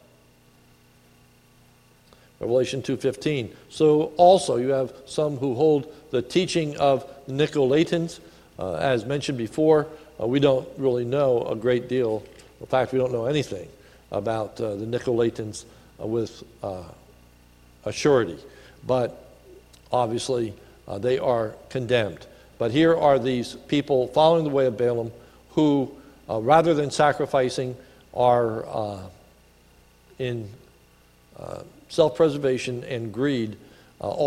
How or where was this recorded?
large echoing room